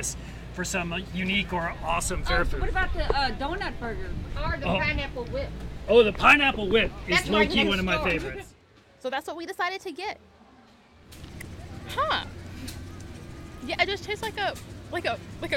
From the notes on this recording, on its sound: Sights & Sounds of Kentucky State Fair: Food. By 89.3 WFPL News Louisville.